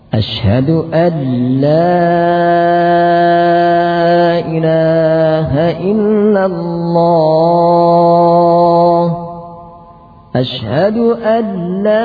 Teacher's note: memanjangkan hamzah sehingga menjadi alla